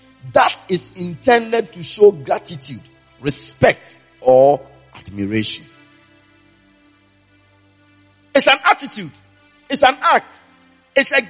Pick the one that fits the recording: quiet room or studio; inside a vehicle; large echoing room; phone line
large echoing room